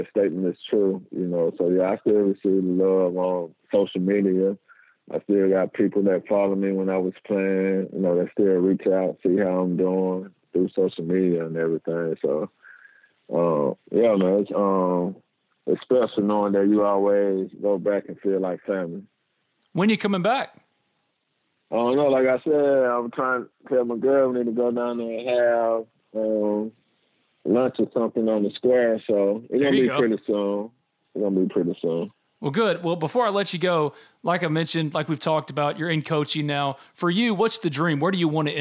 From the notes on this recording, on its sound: joined on the Modern Woodmen phone line (37:55)